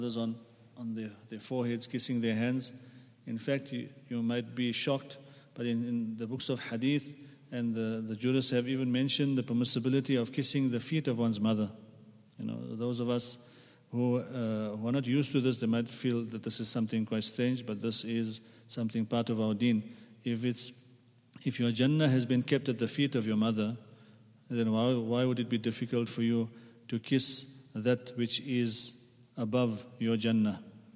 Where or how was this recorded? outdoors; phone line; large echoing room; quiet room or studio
large echoing room